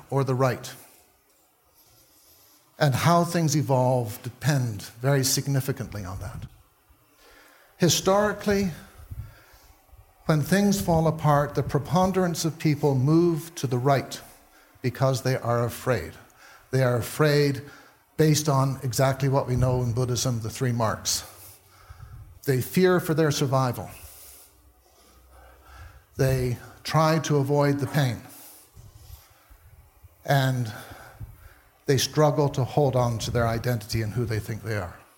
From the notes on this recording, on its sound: taken from the Buddhist Geeks Conference in 2012